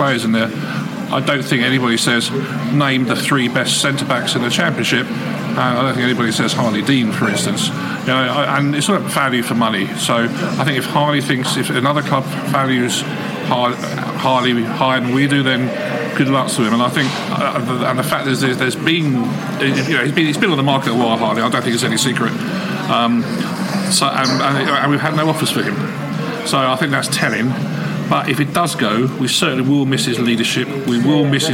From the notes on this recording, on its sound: The Pre-Match Nottingham Forest Podcast From The Pub. The Beesotted crew met in The Olde Packhorse Pub in Chiswick High Road.